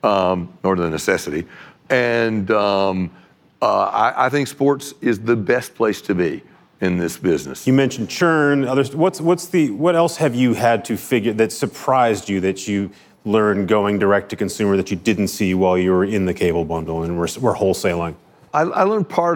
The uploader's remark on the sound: live from Code Media 2019